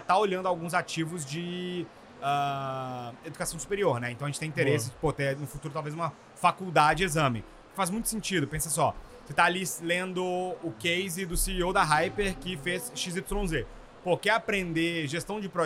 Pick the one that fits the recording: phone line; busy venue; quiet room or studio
busy venue